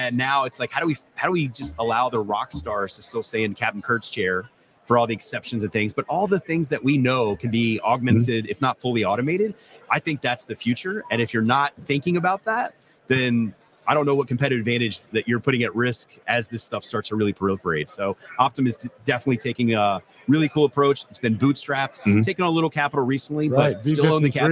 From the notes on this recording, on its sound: The Driving Forward Podcast broadcasted live at Manifest.